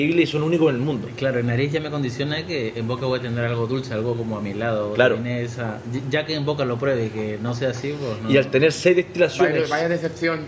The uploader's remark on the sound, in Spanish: Grabado en la fantástica enoteca Chamberí.